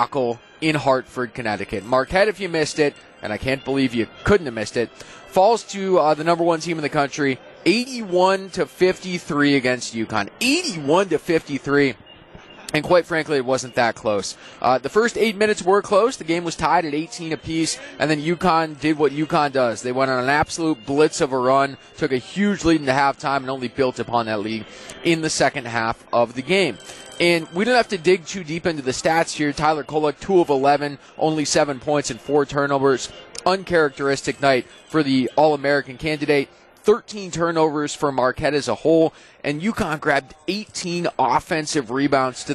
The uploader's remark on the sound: LIVE from Fiserv Forum.